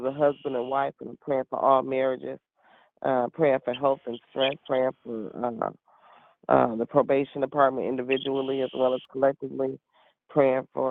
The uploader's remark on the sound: 6AM Prayer Call. Live Prayer.